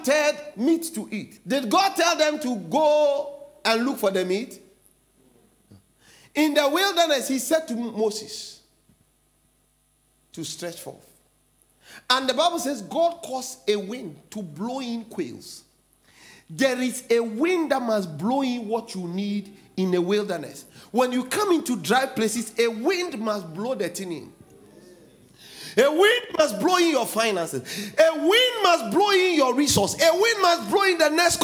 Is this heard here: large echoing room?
yes